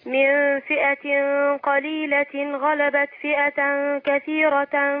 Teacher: عندنا التنوين مع الغين في إظهار